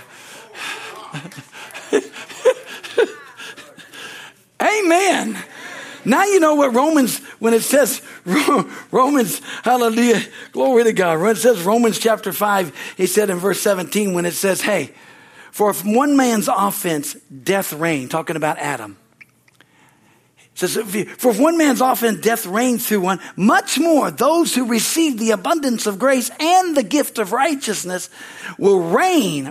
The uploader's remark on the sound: from the Wednesday service on July 19, 2023 at Harvest Bible Church in Stockton, CA.